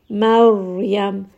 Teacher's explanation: Maryam, ra here is going to be heavy, so make sure that you make it heavy. And then it also has a little bit of that takrar, meaning that it has a little bit of that rolling of the tongue. Maryam has a little bit of that rolling, not too much.